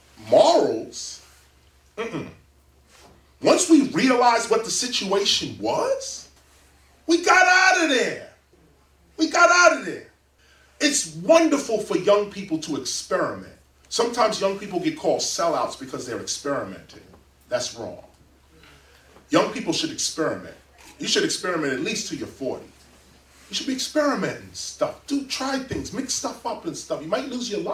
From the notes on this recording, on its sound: In front of a live audience at Queens Central Library.